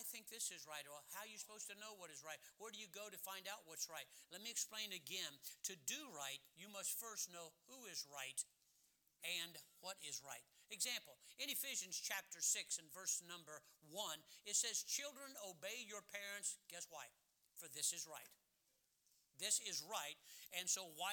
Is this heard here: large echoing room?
yes